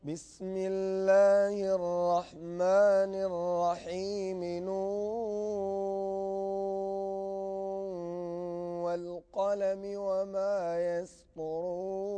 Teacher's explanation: يعني ينتبه الإنسان أن يخلط المد مع الغنة، لا حتى تشبع المد مد الواو من نون، حتى تشبعه مدا مشبعا وتمكن المد، ثم تدخل في باب الإدغام الناقص مع الغنة، أي تدغم النون إدغاما ناقصا في الواو، ثم صوت يخرج من الأنف، هذا الإدغام الناقص.